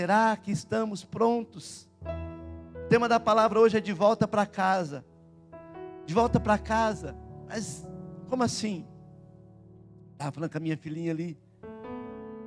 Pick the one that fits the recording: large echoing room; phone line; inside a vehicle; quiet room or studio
large echoing room